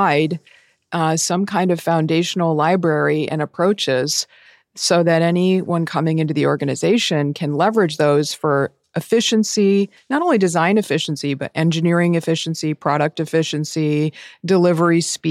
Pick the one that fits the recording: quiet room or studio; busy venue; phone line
quiet room or studio